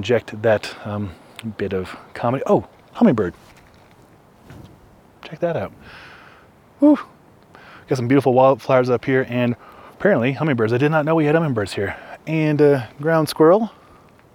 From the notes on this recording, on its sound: Its another live episode shot at Jones Pass and uploaded via Starlink.